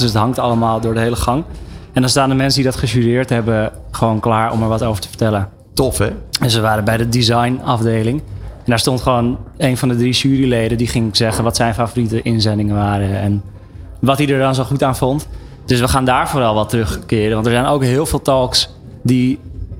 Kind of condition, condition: setting, busy venue